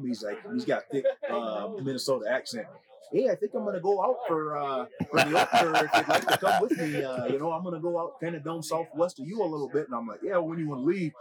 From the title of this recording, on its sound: Live From Western Hunt Fest